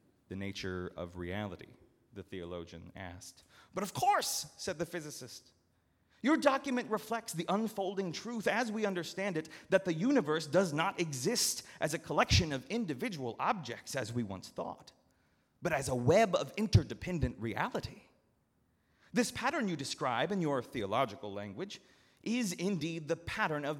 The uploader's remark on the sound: at Northminster Church on June 16, 2019